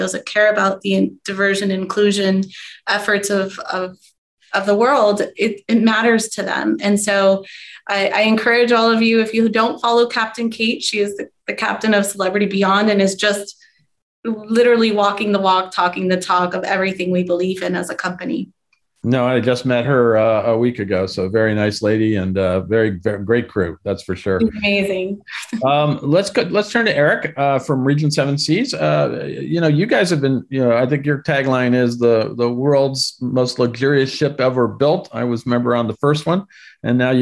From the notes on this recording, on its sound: In this panel from our Virtual Roadshow series.